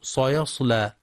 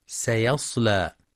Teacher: ويخطئ بعضهم في كلمة سيصلى فيقرأ سيصلى بتفخيم السين، والصواب ترقيقها · Shown in: second take